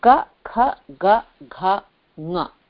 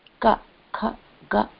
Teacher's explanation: ये पांचों पांचों व्यंजन जो हैं व्यंजनानी ये कंठ से निकलते हैं